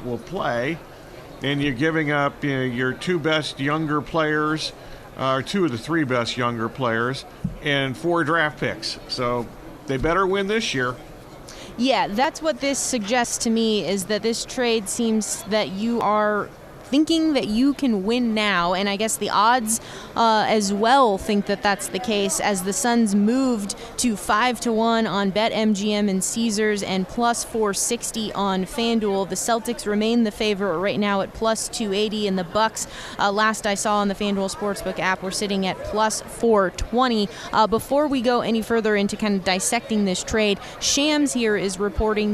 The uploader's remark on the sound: Extra Point live from Super Bowl Radio Row.